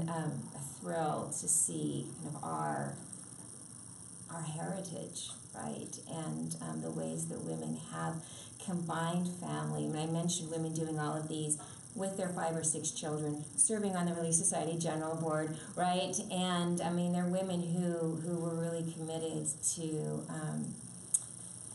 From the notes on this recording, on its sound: It was recorded in front of a live audience